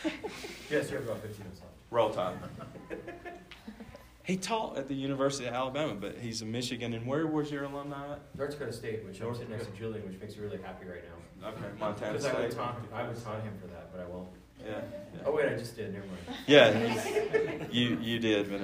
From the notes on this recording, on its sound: This episode was recorded live at the 2022 Annual Montana College Attainment Network’s annual conference.